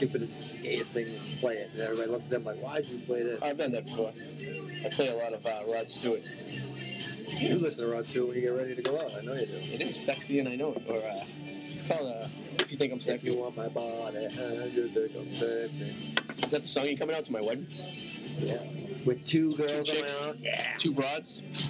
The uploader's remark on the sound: live At a restaurant revere